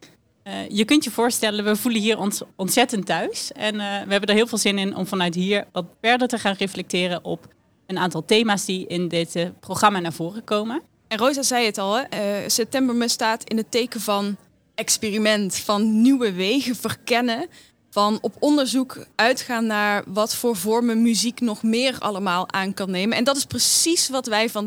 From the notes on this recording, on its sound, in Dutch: Brengen we verslag uit vanaf het September Me festival in Amersfoort. September Me is een muziekfestival voor ontdekkers en verdwalers waar innovatieve muziekpraktijken centraal staan.